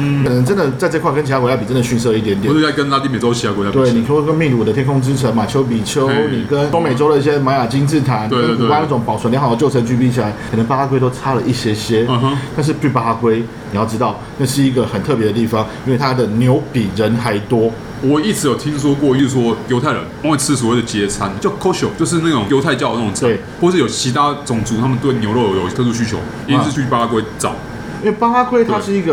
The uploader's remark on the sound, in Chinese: 本集白噪音指數：蚊風級 1/5。錄音地點： ABV Bar & Kitchen 台北日式居酒館。